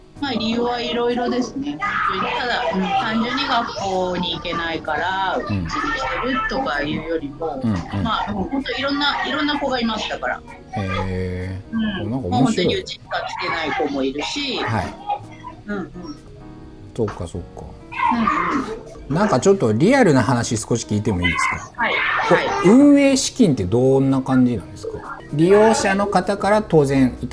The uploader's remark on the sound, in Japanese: 今回は福岡にあるフリースクール「山ねこ」さんとオンラインでつないで、子どもたちがワイワイしている現場から実況中継的な形で収録を行った回になります。活動音や子どもたちの声も一緒に収録されているため少し聞きづらいところもあるかと思いますが。